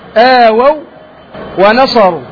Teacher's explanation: واو ساكنة قبلها مفتوح، هذه تسمى واو لينة، بعدها واو مفتوحة، تجد في القرآن الكريم هنا لا علامة عليها، وهذه فوقها شدة، لأنها أدغمت الواو في الواو، يسمى إدغام مثلين صغير، آووا ونصروا، فتدغم الواو الأولى في الواو الثاني، مفهوم؟